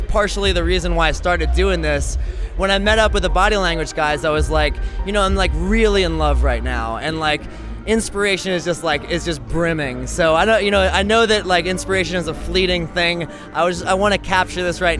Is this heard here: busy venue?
yes